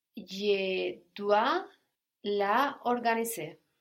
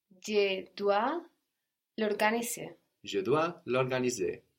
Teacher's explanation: So we get L apostrophe organiser. We lose the A of la. · Shown in: second take